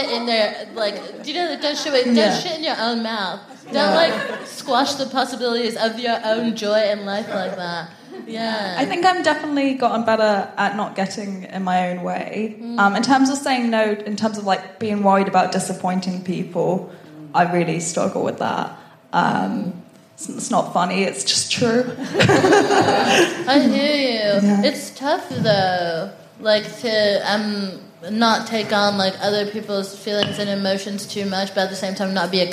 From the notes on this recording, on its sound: FOC IT UP Comedy Club. Recorded 7 August 2022 at 21Soho in London.